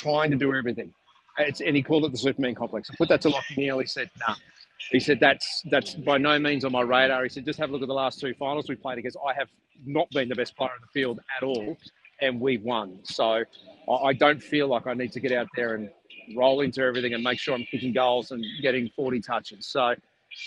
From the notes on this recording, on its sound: Live from Brisbane Lions Training.